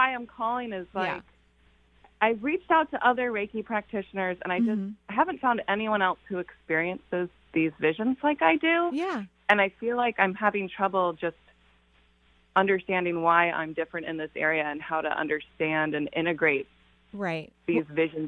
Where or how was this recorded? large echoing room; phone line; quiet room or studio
phone line